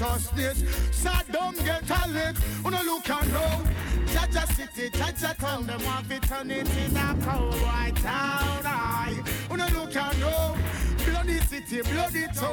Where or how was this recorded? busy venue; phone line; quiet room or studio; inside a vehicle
busy venue